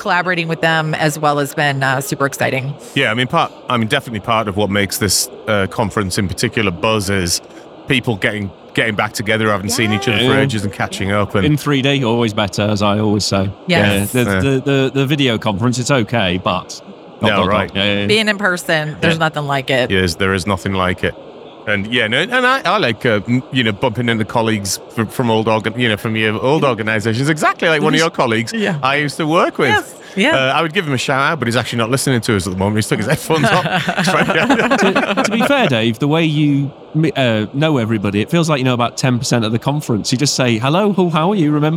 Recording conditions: busy venue